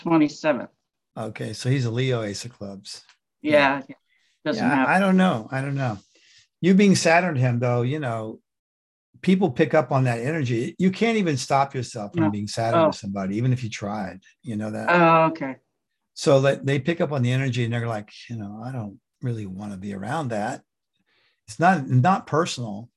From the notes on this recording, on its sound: The shows are now all hosted on Zoom.